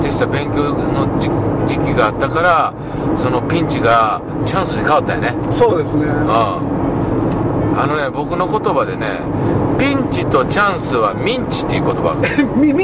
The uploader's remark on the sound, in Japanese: 福井県へ向かう車の中でドライビング対談収録をいたしました。